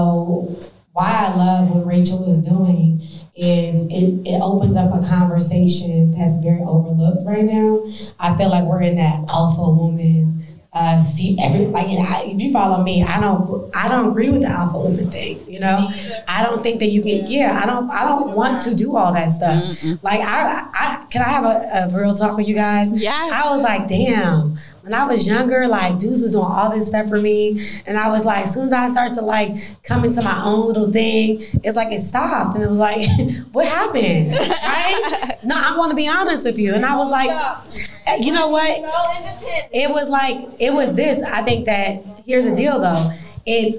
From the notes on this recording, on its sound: Live Recording. Live podcast recording - recorded during the Femininity Brunch Event. Answer live questions from my fems attendees.